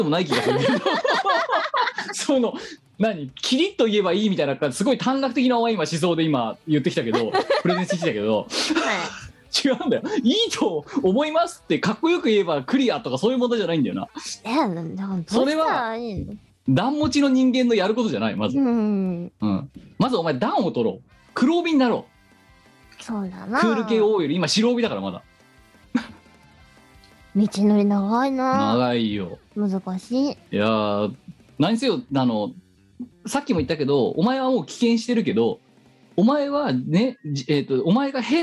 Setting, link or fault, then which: link, video call